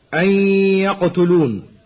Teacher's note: ومثال إدغام النون الساكنة في الياء بعدها مع بقاء الغنة هنا هكذا: أن يقتلون، من قوله تعالى: ولهم علي ذنب فأخاف أن يقتلون.